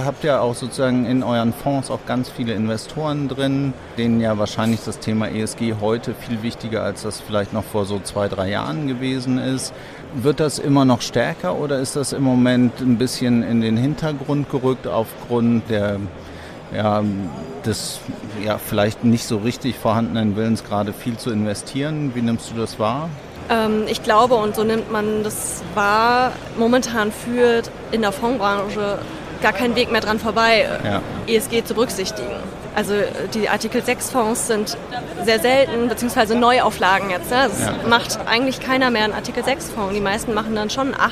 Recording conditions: busy venue